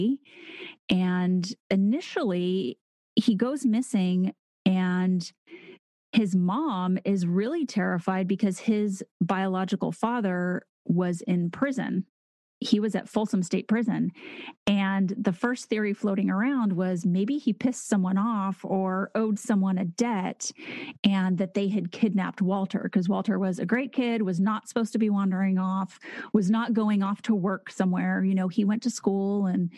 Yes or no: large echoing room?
no